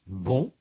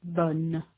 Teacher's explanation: Ces formes masculines se terminent par une voyelle nasale sans consonne ne. · Shown in: first take · Aux formes féminines, la voyelle n'est plus nasale. Elle est dénasalisée et elle est suivie d'une consonne ne